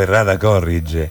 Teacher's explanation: Ho sempre detto errata corrige, mettendo l'accento sulla terzultima sillaba, e invece latinamente sta sulla penultima, credo, no?